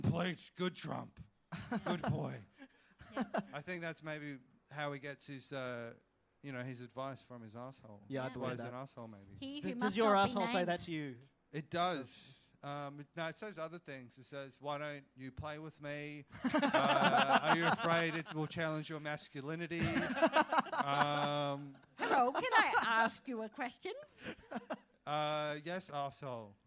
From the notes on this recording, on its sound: Things get very political and dark in front of the enormous audience that were around at SBC in Brisbane at 10:00pm on a Wednesday night.